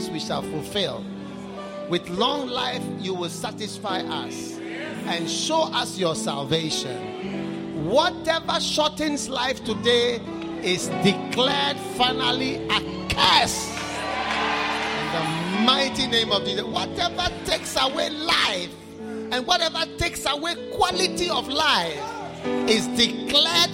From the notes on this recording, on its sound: Preached at the Wisdom Impartation Service.